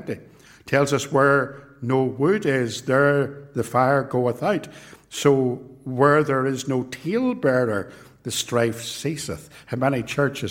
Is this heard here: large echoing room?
yes